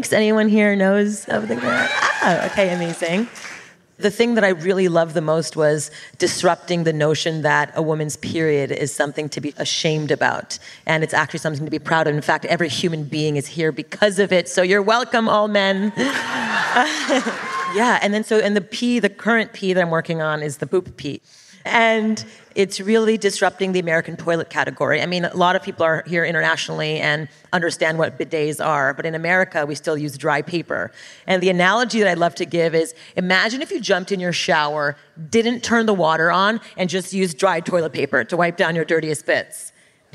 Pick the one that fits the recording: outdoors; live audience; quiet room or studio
live audience